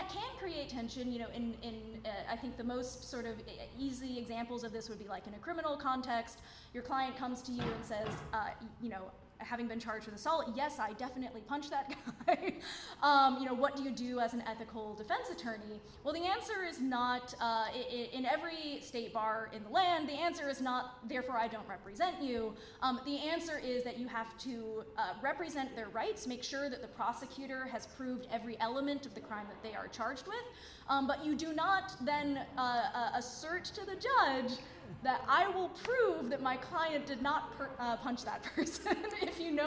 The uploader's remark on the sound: Recorded live at Fan Expo San Francisco! FanX San Francisco.